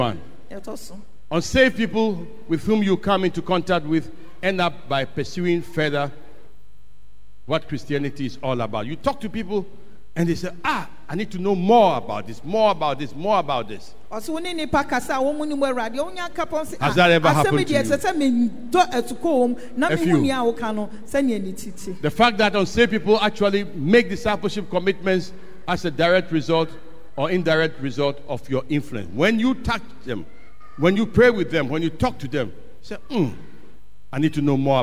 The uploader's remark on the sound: Sermon preached at CBC Adabraka/Shiashie Campuses